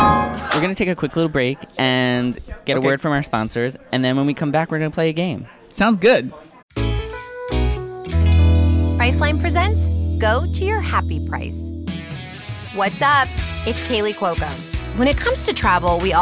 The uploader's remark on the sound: live from Feinstein's/54 Below press day